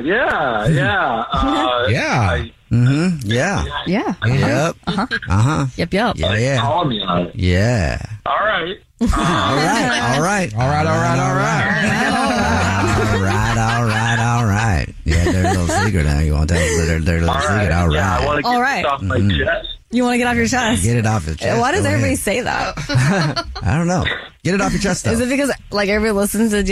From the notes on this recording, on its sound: The man on the phone has a Dirty Little Secret and we are calling him to ask about it!